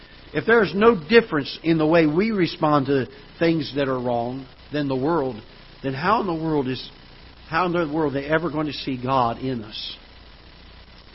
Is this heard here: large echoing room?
yes